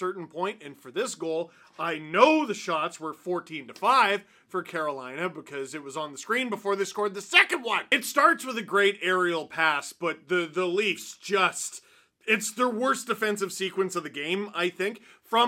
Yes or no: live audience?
no